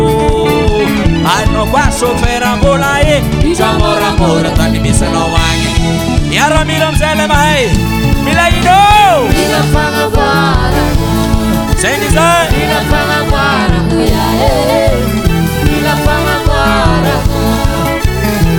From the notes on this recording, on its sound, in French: Emission spéciale live bal soirée malagasy